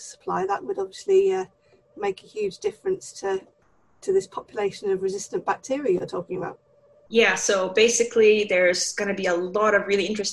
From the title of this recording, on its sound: Pandemic Zoom Special